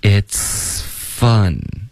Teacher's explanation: 你从这个 it's 的这个 ts 到 fun 的这个 f 中间气流呢是不断的 · Term: 气流要一致